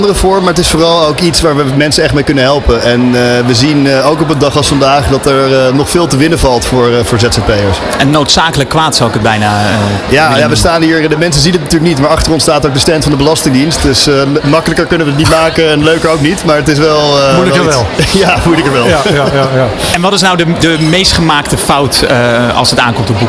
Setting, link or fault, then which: setting, busy venue